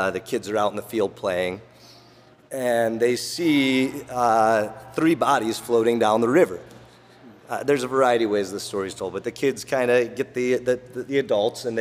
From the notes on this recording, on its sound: broadcasting live from Goldhorn Brewery!